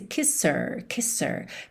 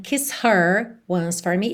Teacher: A gente não tem kiss her once for me, e sim kisser. Como o H é uma consoante muito fraquinha, só um arzinho, algumas vezes, dependendo da palavra que vem antes, a gente liga direto na vogal que vem depois do H. · Shown in: first take · Term: o H sumiu